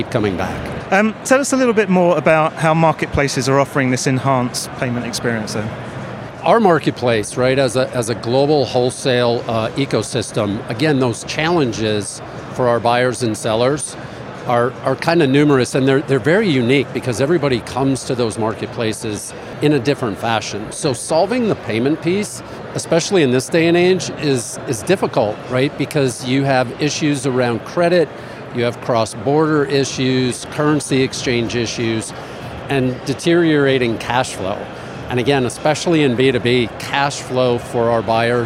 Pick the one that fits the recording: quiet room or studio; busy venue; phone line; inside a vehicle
busy venue